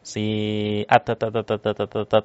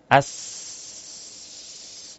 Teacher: Jadi enggak ada huruf ta ini lukhawah ya. Lukhawah itu mengalirnya suara ya. Dan huruf ta nggak bisa dialirkan suaranya. · Shown in: first take